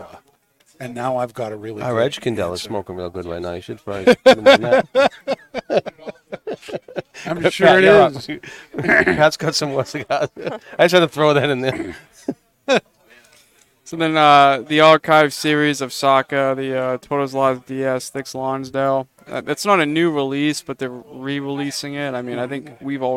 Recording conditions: busy venue